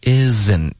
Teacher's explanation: isn't 的特也会省略